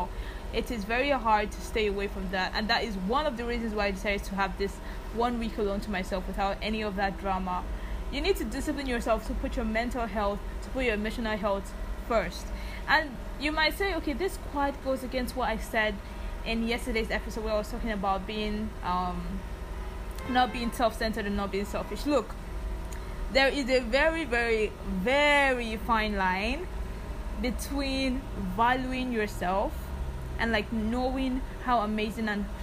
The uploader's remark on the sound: Also, kindly overlook the background noise, I’m back in Lagos and that means less quiet.